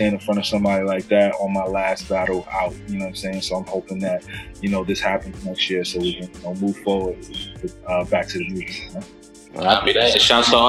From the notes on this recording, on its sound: Joins The Rap Roundtable Via Zoom For An In Depth Interview.